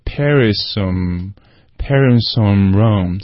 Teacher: Paris 这个和后面的 or 可连在一起 · Term: 连读